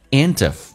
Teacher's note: 这边有一个连音， And 跟 if 有一个连音